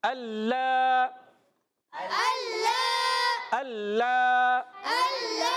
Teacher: نون کی آواز نہیں ہے نون لام میں مل گیا